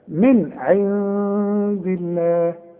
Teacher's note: وبعدها دال، والدال من حروف الإخفاء. هنا في غنة وفي إخفاء.